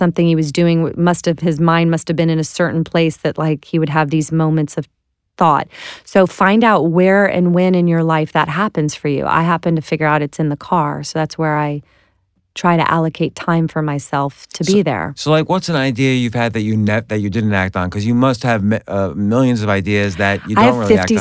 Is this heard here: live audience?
no